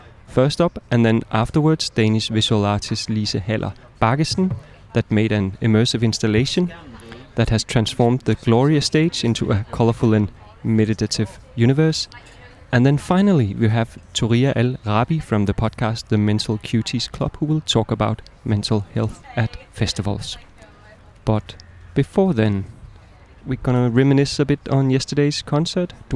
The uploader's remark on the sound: The Lake Daily (live from Roskilde Festival): Thursday. Day two after the first night of shows, heartfelt and high energy.